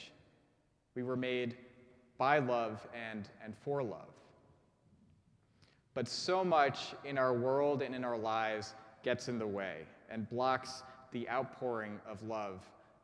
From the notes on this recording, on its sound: preached at our Maundy Thursday service